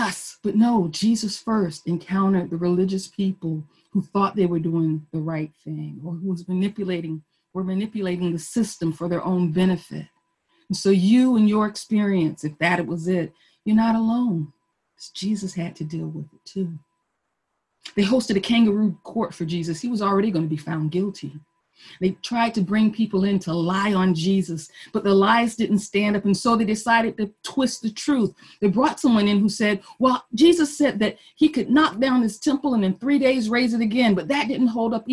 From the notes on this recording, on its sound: Our Zoom streamed Good Friday Service.